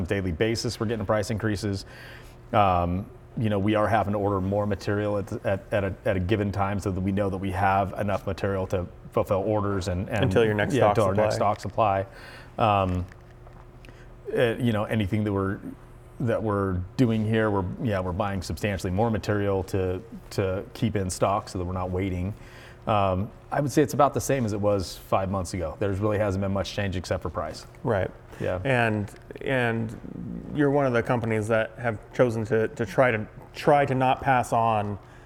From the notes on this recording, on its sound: in their Hayden, Idaho machine shop